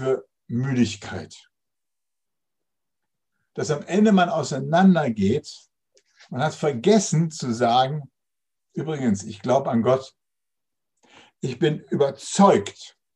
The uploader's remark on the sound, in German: Zoom - Gottesdienst